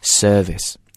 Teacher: In British accent, you don't roll the tongue with the R letter.当你发现这个 R letter 的时候不卷舌，但是是不是不卷舌就够了呢？不是，你要在这儿还要把这个音拍要拖长。